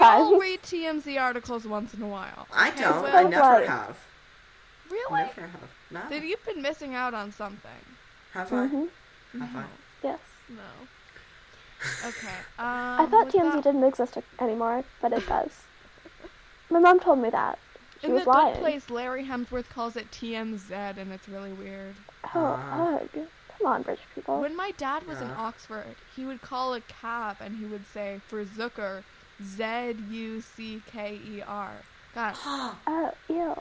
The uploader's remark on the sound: a file problem that may result in some low audio quality